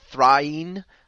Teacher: it's 2 syllables, and the emphasis on the second syllable is undisputed